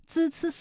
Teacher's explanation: 滋滋滋在现代汉语当中是舌尖前音，靠舌尖来发音，发音的时候舌尖都放在上齿背，也就是舌尖要抵住上面牙齿的背后。那在接下来的颂游中国当中呢，我们会详细的为大家讲解。孟浩然是唐代诗圈网红，也是资深驴友，他渴望入世为官，却又四处旅行。本期节目我们将带领大家一起揭秘孟浩然的诗和远方，与此同时我们也会继续为大家讲解一些普通话标准读音的知识。今天我们学习的是平舌音滋滋滋的发音，之后也会给大家出一个普通话语音测试题，看看大家能否回答正确。春眠不觉晓，处处闻啼鸟，夜来风雨声，花落知多少。一首春晓让人们记住了孟浩然这个名字，他是唐代山水田园诗派的代表人物，把一生作为笔墨晕染着中国的山水诗篇，诗中一派与世无争的田园美景诉说着他对山水的钟情，在他的诗篇中不乏高古之气，清雅之 · 看山河锦绣，览华夏文明，访古迹遗珍，赏神韵雅音，心灵之旅，颂游中国。欢迎继续收听港好普通话，今天我们一起来学习普通话的平舌音滋滋滋的发音方法。滋滋滋在现代汉语当中是舌尖前音，靠舌尖来发音，发音的时候舌尖都放在上齿背，也就是舌尖要抵住上面牙齿的背后